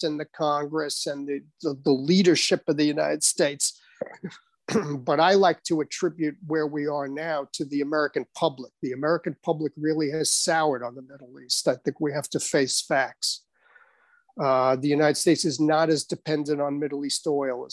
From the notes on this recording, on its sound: This public talk was conducted online via Zoom